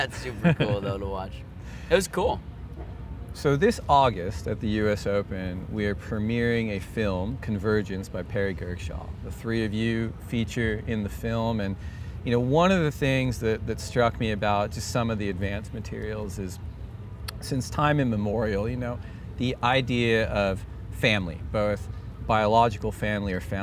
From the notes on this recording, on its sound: LIVE EPISODE 1 of 3 at Surf Ranch Pro pres by 805 Beer. This first installment was filmed live at the Surf Ranch Pro presented by 805 Beer around a fire pit in front of Perkins Lake as the Night Surfing Session was underway.